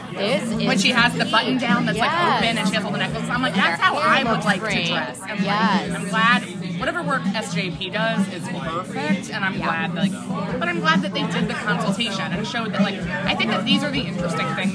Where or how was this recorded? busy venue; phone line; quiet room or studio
busy venue